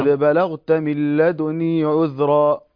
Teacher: الوجه الثاني هو الاختلاس. اختلاس ضمة الدال